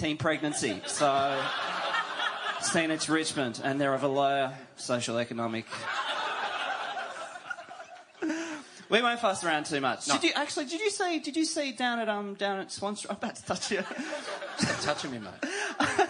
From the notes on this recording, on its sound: Live Post Grand Final Event. The 2nd annual post Grand Final live event.